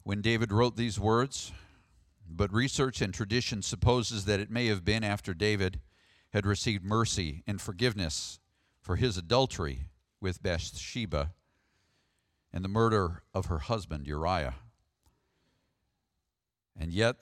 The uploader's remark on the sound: Sermon audio from the March 3rd, worship service.